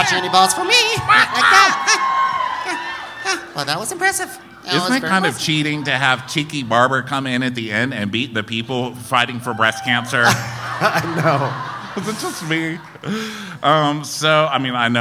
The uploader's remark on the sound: Live from Denver